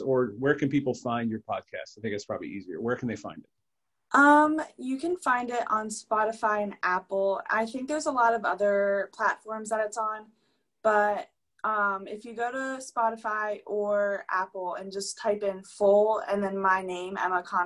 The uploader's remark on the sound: We literally did a zoom call from 2 different rooms in the house.